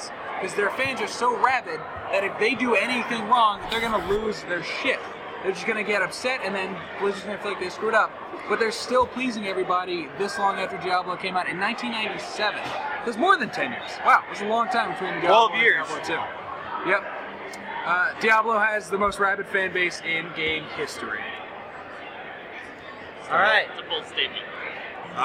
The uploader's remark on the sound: PAX East 2013. There is still come background noise as we directly interacted in the heart of PAX tabletop gaming the night we record.